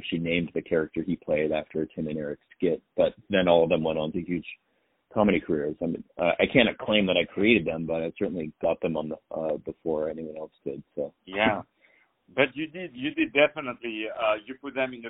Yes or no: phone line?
yes